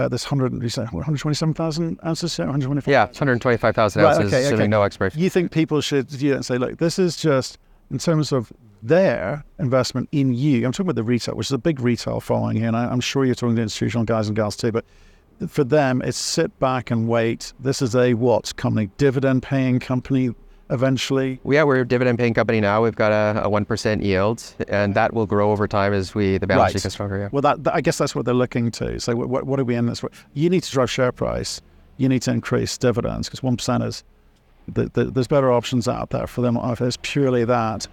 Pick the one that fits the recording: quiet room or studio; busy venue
busy venue